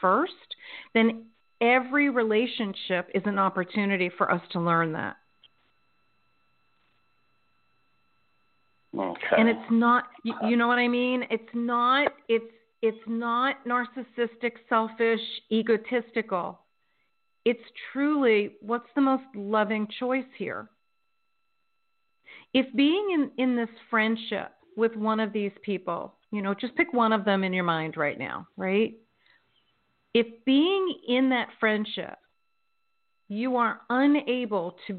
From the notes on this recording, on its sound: in response to callers' questions